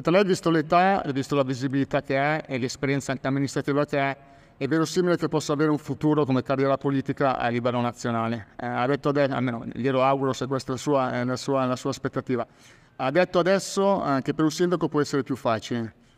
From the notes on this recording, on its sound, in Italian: Dal Festival nazionale dell'Economia civile di Firenze